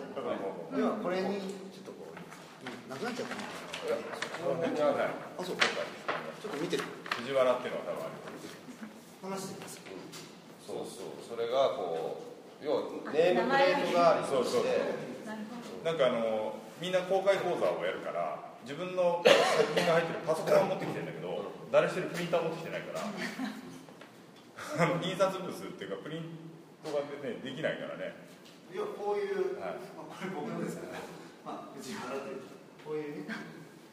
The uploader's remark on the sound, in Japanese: 会場：金沢美術工芸大学 展示室。OUTBOUNDー彫刻シンポジウム外伝 のトークイベントの録音です。